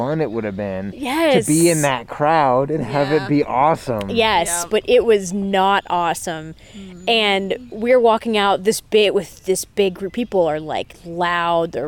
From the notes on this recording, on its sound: We left the studio to record in the Ohio wilderness, so please enjoy the soothing sounds of birds (and airplanes